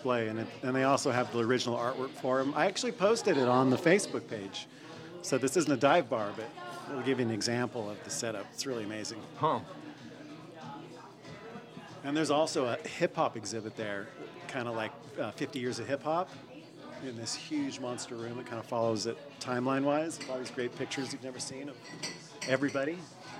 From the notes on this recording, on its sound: Recorded live in a dark corner of Streamline Tavern in lower Queen Anne.